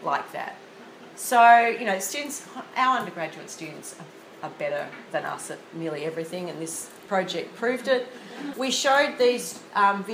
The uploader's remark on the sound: This is a recording of a presentation at the 2016 Australasian Law Teachers Association Conference in Wellington, New Zealand.